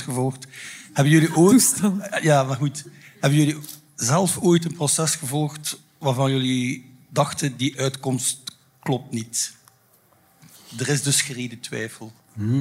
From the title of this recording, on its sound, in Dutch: LIVE vanop het Podcastfestival